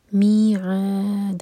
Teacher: دال کو ساکن کریں گے تو آ مد عارض للسکون ہوگا، اور دال پر قلقلہ. میعاد، الحمدللہ، جزاکم اللہ خیرا کثیرا.